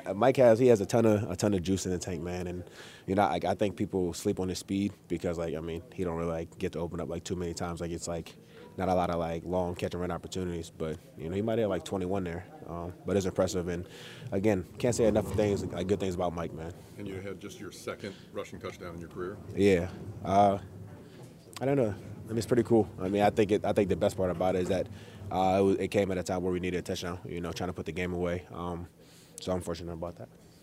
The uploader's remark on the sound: Press Conference